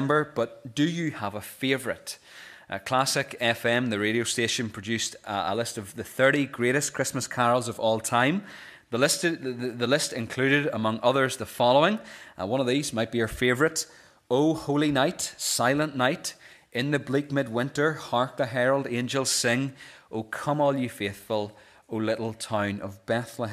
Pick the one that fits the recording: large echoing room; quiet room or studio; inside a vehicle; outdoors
large echoing room